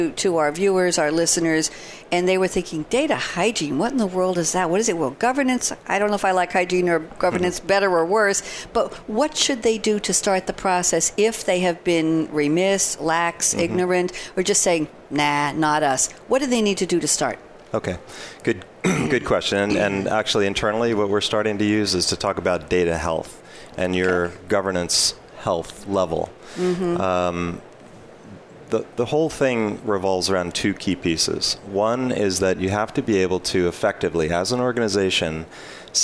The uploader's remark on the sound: Live from Sap Sapphire Now 2017.